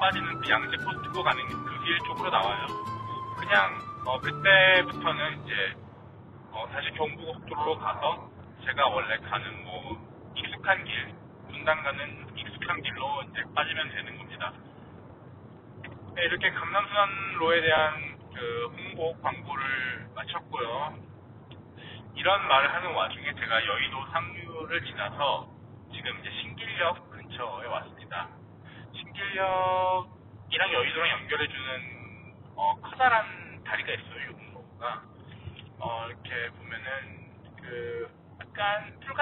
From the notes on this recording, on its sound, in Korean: 아무런 대본도 없이 길이 막히길래 차에서 프리스타일로 녹음해보았습니다.